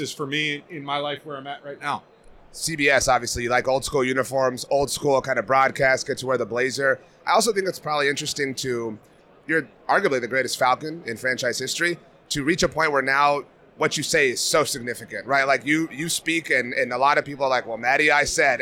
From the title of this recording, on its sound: Super Bowl 58 Radio Row Special